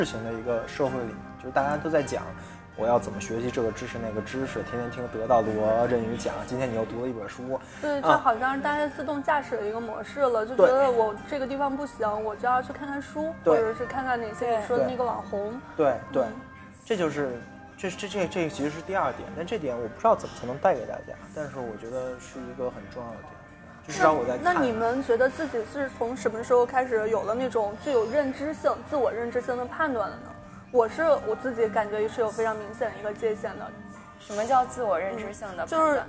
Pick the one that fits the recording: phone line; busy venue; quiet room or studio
busy venue